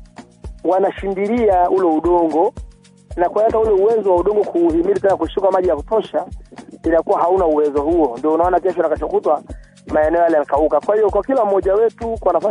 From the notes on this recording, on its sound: We conducted a phone interview